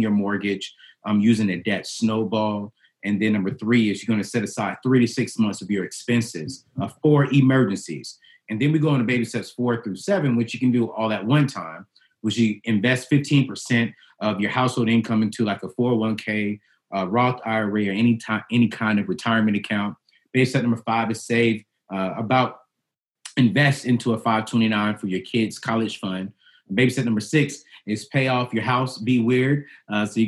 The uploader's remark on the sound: This series was recorded as a series of live videocast events.